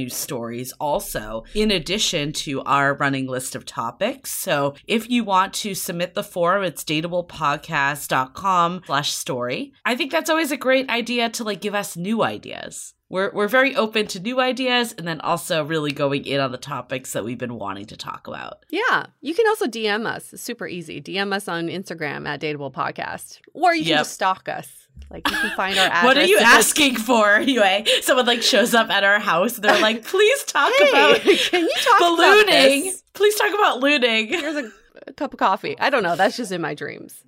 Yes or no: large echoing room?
no